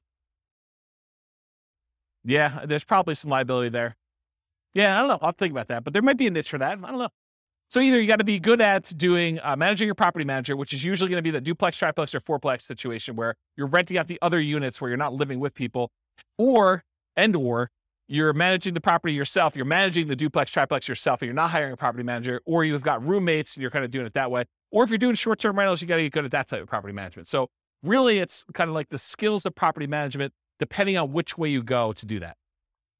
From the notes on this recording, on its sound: This was a live class recorded